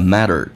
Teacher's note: matter 英式发音叫 matter，美式发音叫 matter， t 发 d 这个发音，同时要轻度卷舌